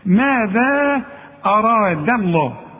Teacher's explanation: رقق لي الدال وفخم لي الراء وفخم لي اللام بتاعت لفظ الجلاله